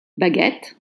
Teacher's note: you don't voice the vowel E at the end of French words, but you voice the precedent consonant